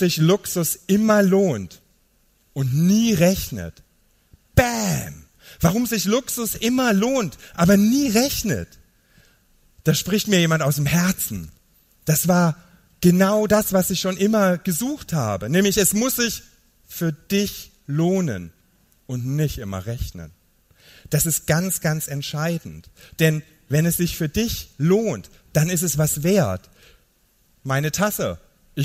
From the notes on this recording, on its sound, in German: Live-Mitschnitt von der Gedanken Tanken Bühne.